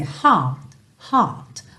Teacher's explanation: eu estou fazendo um T final, mas ele é tão sutil que ele não chega a aparecer, tá? Pode aparecer, às vezes, heart, heart, mas pode não aparecer.